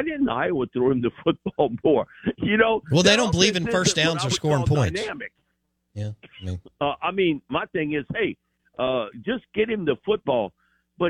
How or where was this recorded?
phone line